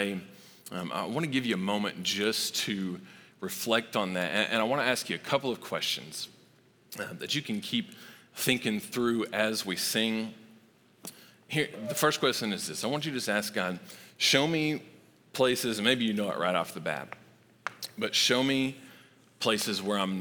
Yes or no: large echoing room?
yes